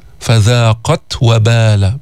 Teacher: كمان تاء جيب الشدة بعدين الهمس